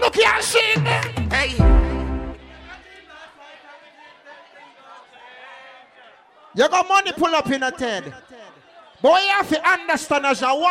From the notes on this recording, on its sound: live at Island Saturdays on Saturday, December 1.